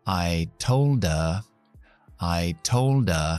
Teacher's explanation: Fíjate cómo uno la de con la E, con la schwa larga.